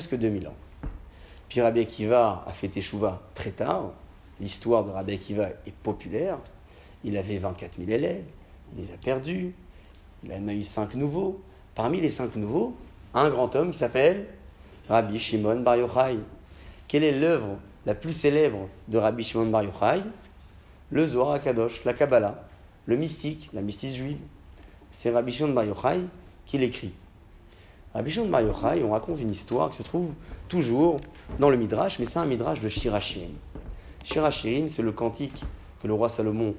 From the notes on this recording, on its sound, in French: Conférence pour les femmes, donnée à Alfortville